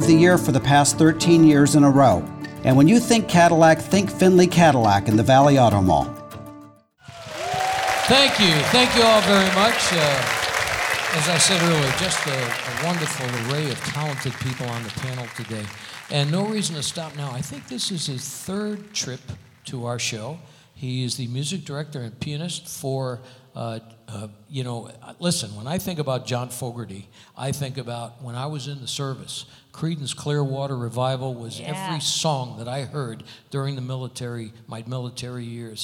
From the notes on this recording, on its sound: Live at the South Point Casino